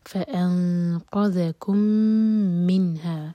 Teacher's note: میم کو ہولڈ کریں گے اور نون پر اظہار، نون کو کلیئر پڑھا جائے گا